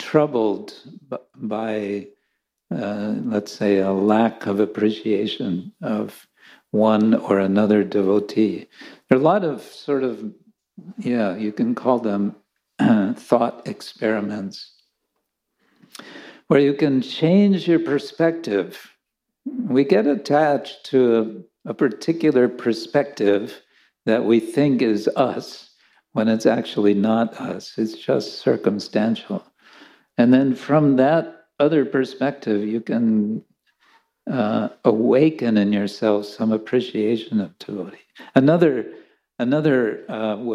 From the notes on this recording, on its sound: Lecture from ISKCON Chowpatty.